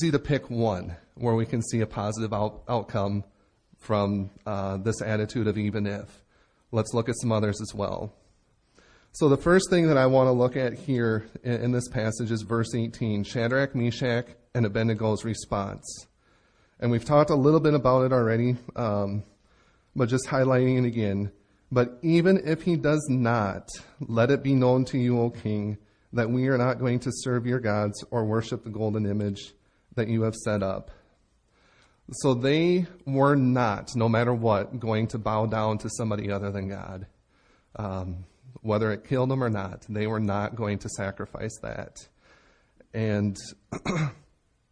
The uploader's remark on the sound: Recorded Live at Bethany Bible Church in Leroy, MN.